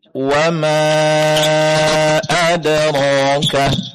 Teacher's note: mad jaiznya lebih dipanjangkan lagi